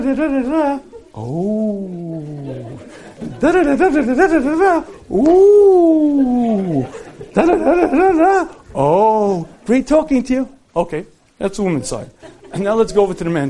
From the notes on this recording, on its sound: Recorded live at Chazaq.